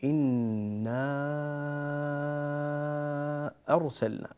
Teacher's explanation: كلمة إن فيها نون مشددة، والغنة فيها بمقدار حركتين. ثانيا، كلمة إن كثير من الناس يقصرها، يقول إن أرسلنا، لا، نقول إنا أرسلنا، لابد من الألف التي بعد النون، بعد النون المشددة.